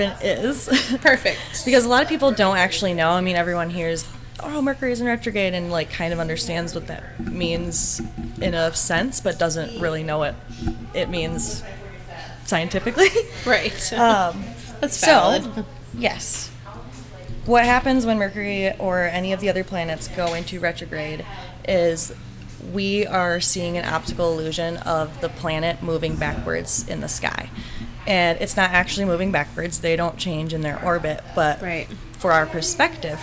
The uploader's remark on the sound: We hope you enjoy the sounds of the city as we record in our store front at 8 Jefferson in GR, MI.